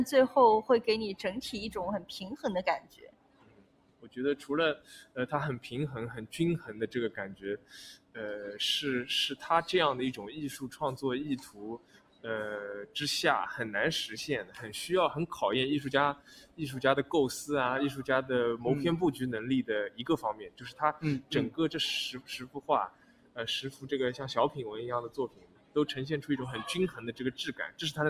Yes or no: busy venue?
yes